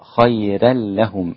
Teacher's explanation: رقق ورش الراء خيرا لهم هكذا